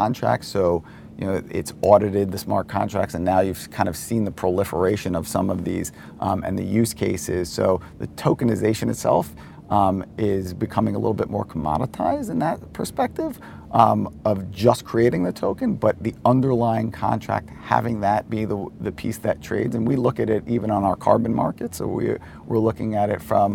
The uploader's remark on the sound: recorded at Paris Blockchain Week 2023